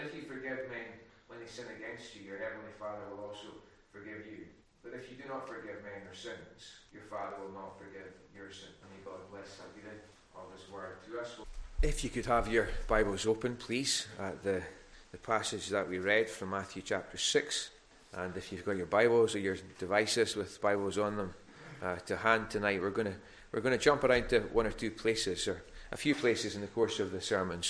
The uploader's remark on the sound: recorded at North Harris Free Church on Sunday Evening 15th August 2021